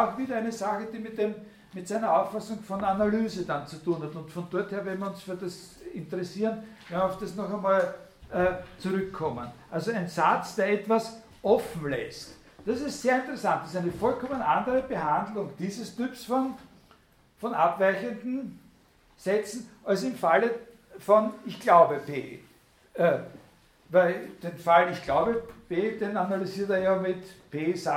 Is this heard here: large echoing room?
yes